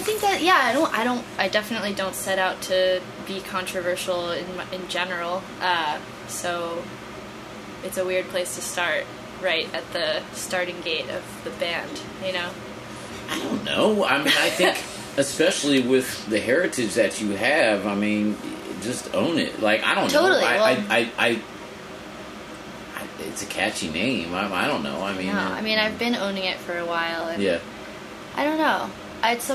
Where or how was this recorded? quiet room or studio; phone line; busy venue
busy venue